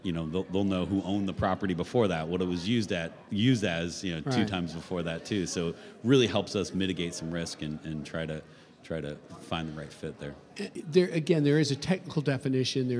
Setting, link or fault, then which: setting, busy venue